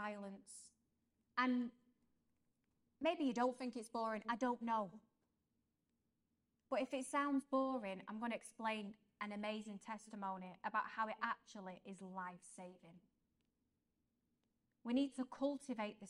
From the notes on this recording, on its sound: This episode is a live-talk that was given to young adults